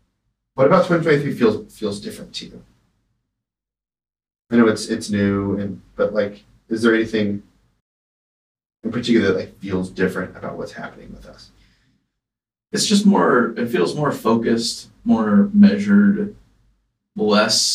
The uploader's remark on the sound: Sorry for the lack of audio quality